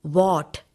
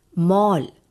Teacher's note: In these words, the vowel sound is the open O.